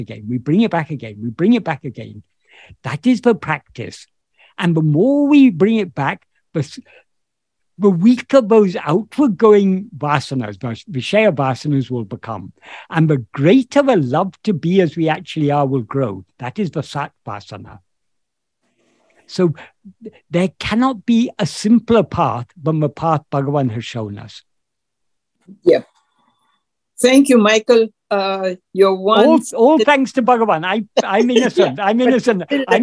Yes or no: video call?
yes